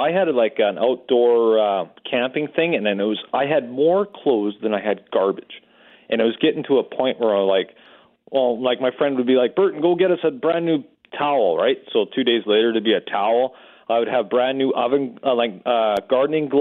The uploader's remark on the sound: Opened up to phones for listeners to share their stories about their pets.